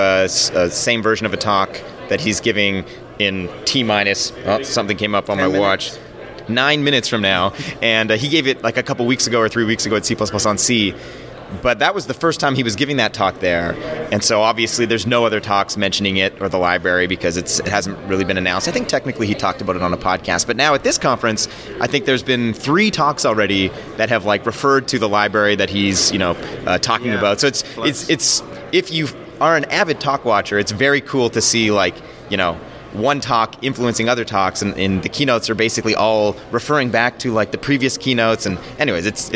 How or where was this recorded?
busy venue